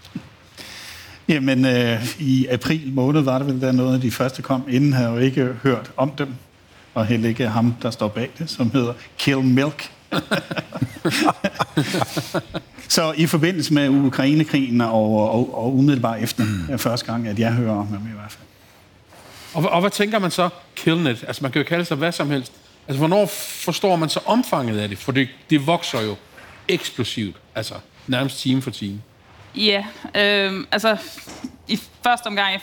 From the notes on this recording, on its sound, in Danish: I denne særlige liveudgave af ’True Cybercrime’ gennemgår eksperter på scenen